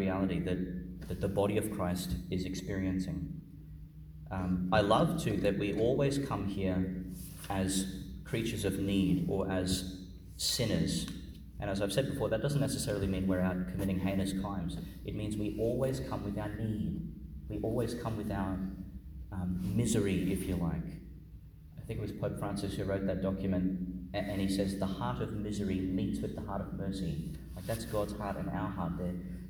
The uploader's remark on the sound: Homily for the Feast of the Holy Innocents (Wednesday in the Christmas Octave), delivered at Our Lady Star of the Sea Church, Gladstone, Qld.